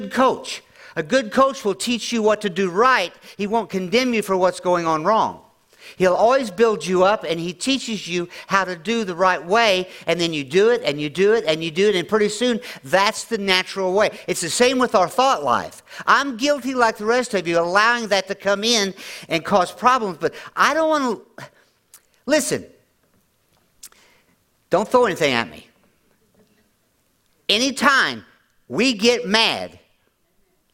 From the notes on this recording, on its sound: at Grace Church in Chester Illinois